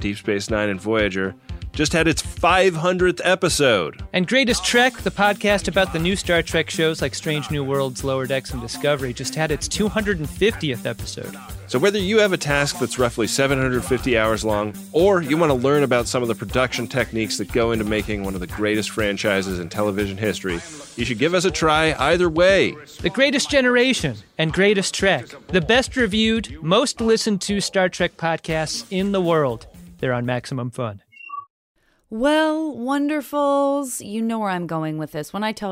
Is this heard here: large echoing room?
no